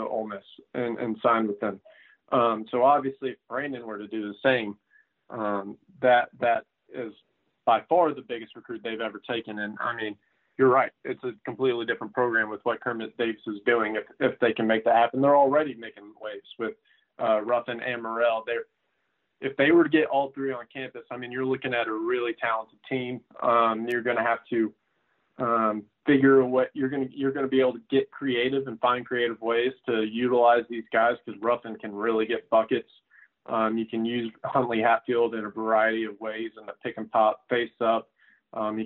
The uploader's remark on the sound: joined on the Modern Woodmen phone line